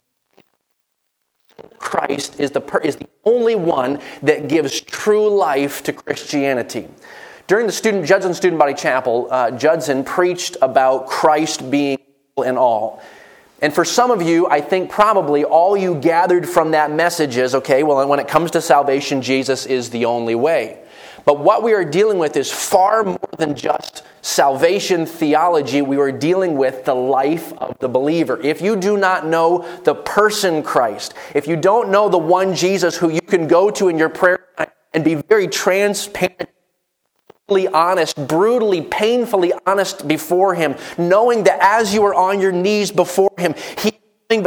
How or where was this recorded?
large echoing room